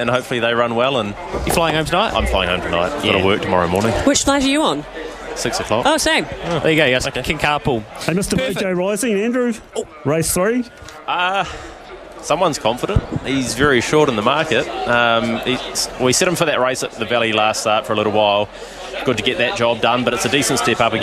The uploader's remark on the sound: catches up with The Good Oil from Riccarton Park